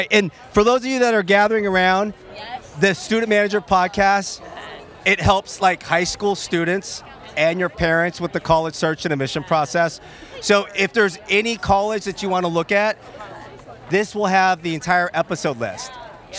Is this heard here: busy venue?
yes